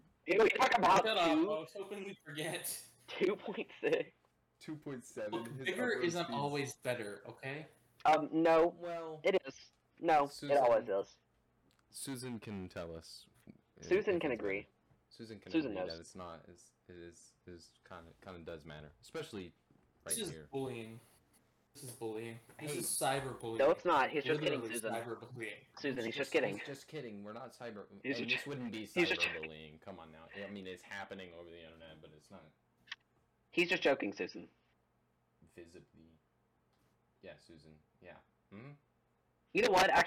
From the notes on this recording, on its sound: The microphone quality will be improved in the next episode